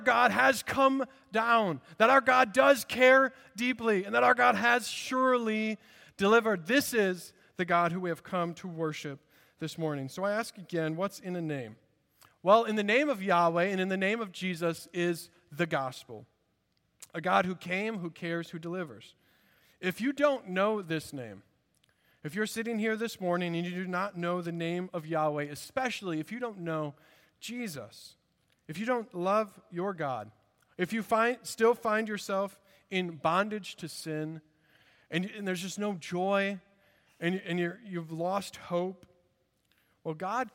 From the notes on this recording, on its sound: At Redeemer Presbyterian Church in Charleston, SC